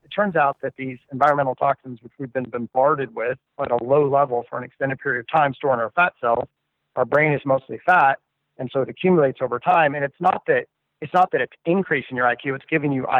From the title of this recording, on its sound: Freedomain Call